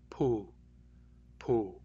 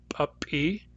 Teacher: Can you hear it? The glottalization of that P makes its explosion a little bit stronger. · Shown in: second take · Term: glottalized or hard P